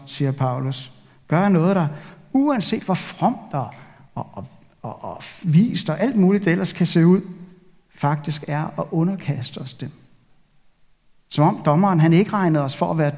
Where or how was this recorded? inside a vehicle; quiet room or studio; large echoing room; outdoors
large echoing room